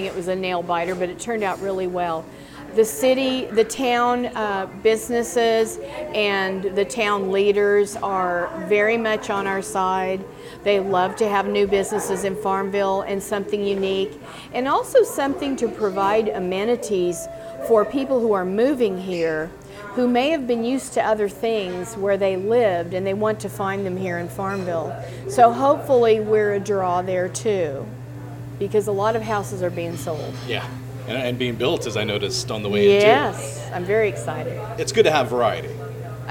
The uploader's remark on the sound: visits Café Madeleine to chat with owner